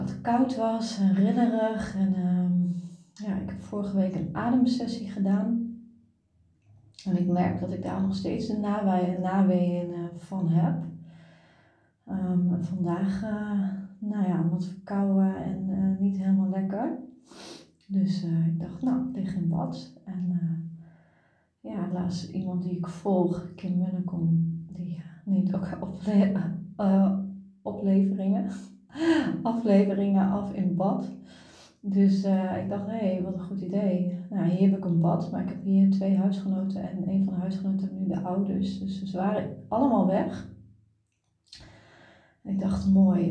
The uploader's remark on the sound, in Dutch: Deze aflevering heb ik opgenomen vanuit ontspanning in bad